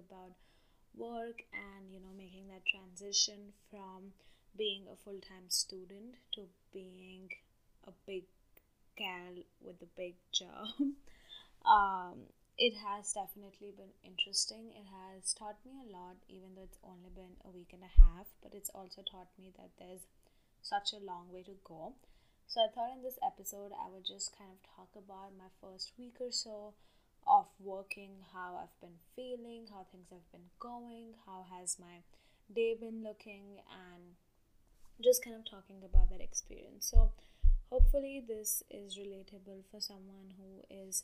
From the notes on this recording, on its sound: This episode is a solo one. The audio is a little poor in the episode.